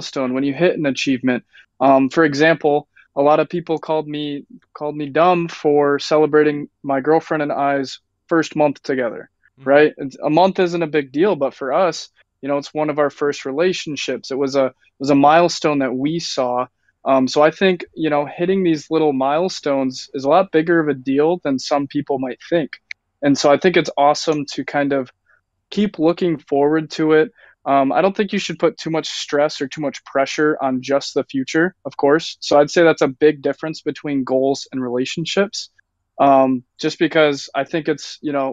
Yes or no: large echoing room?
no